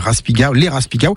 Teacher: ça sonne provençal avec cette belle diphtongue en au